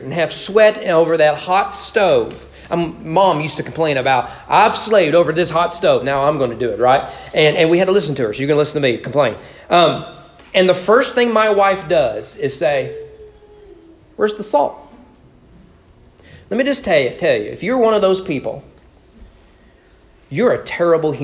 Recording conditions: large echoing room